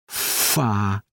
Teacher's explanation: коли схочете вимовити «ф», притисніть верхніми зубами нижню губу